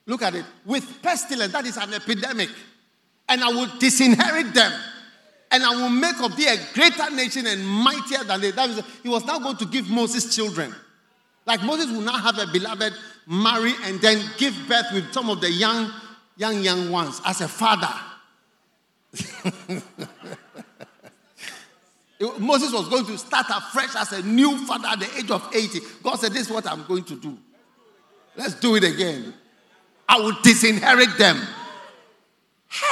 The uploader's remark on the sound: Preached at The First Love Experience Service, First Love Center. Accra.